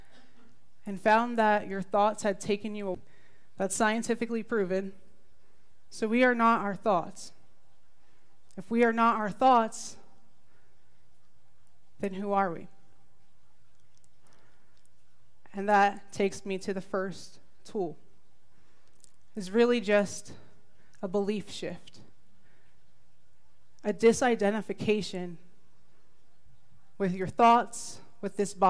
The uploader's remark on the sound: This talk was recorded live at the Center for Spiritual Living Prescott.